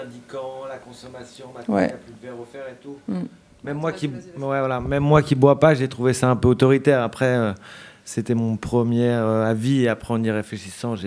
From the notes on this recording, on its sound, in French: Table ronde enregistrée le 18 avril 2023 à La Mercerie, à Marseille